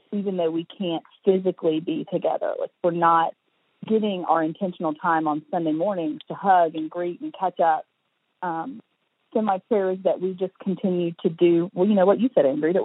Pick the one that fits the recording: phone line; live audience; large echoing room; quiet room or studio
phone line